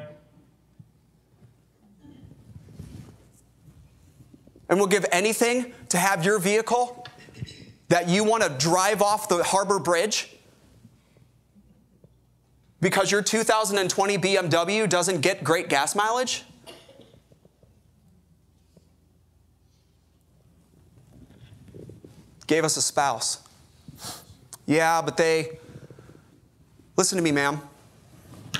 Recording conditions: large echoing room